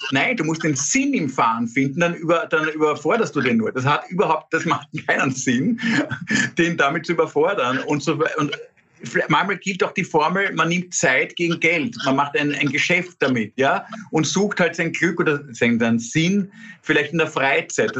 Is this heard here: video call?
yes